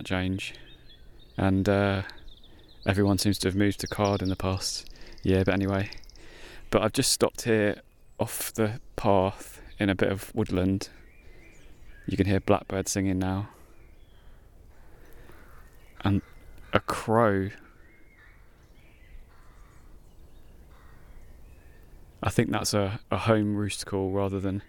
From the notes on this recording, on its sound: In May 2021 I walked 8 miles into the Sussex Weald to see if I could hear a cuckoo. The weather was fine and there were loads of birds out, many of them in full song. You can hear the birdsong, the wind through the trees and the buzzing of bees in the woodland landscape of the High Weald. It's an immersive episode with a guided walk feel, focusing on listening to the surrounding landscape.